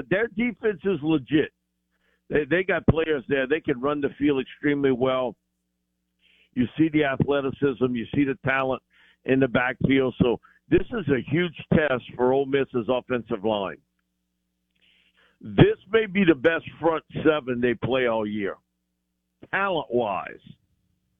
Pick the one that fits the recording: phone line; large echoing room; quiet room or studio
phone line